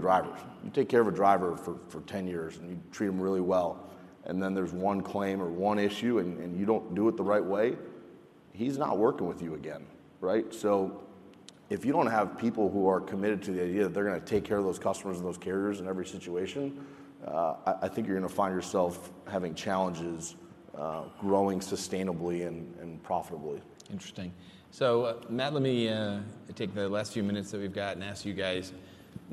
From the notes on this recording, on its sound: Lively session from FreightWaves LIVE: Chicago.